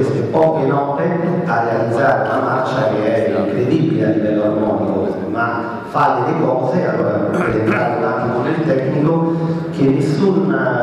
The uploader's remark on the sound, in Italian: registrazione della tavola rotonda tenutasi presso il Museo Storico dell'Arma dei Carabinieri il 26 gennaio 2017